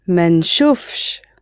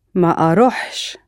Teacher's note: In some dialects, including Egyptian, a sh sound will also often appear after the negative verb.